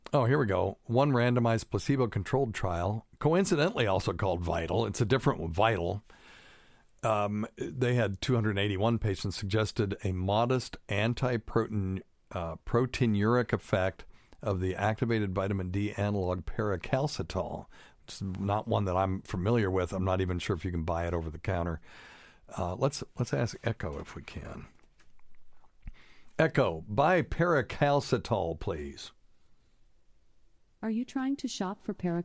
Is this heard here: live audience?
no